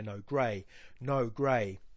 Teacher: I think that dimmed and grey are stressed, and by and no in the middle are not stressed. But when no and grey are repeated in the next line, the only way you can read it is by stressing both syllables.